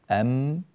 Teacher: المخرج الأول هو الشفتان المنطبقتان على بعضهما البعض أم، فلما انطبقت الشفتان ظهر صوت الميم.